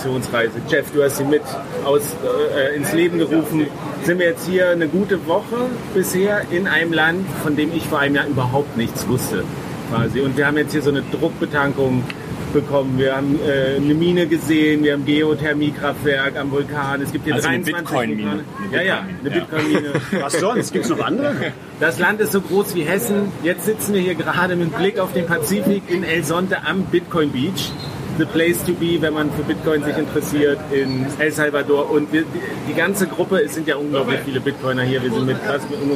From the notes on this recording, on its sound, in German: In San Salvador stattfindenden Adopting Bitcoin-Konferenz. Haben wir die gute alte Tradition der Vor-Ort-Aufnahme auch am anderen Ende der Welt beibehalten. Da an dem Tag der Aufnahme viele Bitcoiner aus der ganzen Welt der Bitcoin Beach besuchten, wurde es während der Aufnahme immer lauter und fröhlicher. Mehr authentische Atmo im Hintergrund geht nicht!